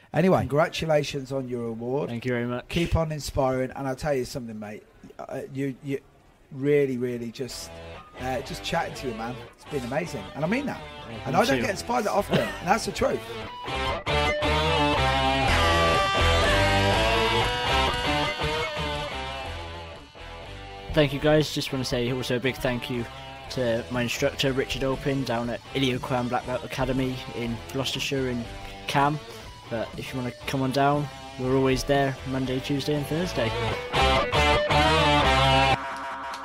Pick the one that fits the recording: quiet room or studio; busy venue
busy venue